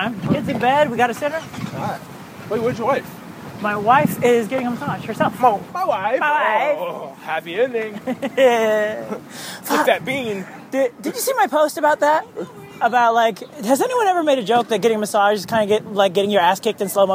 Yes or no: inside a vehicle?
yes